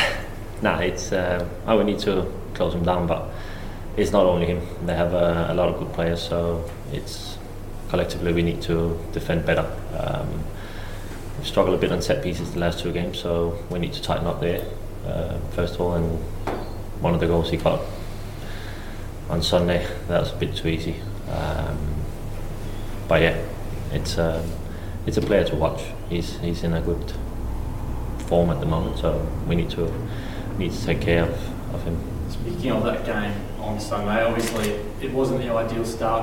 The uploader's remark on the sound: Pre-match press conference. Speak with media at Coopers Stadium ahead of the FFA Cup Final 2019.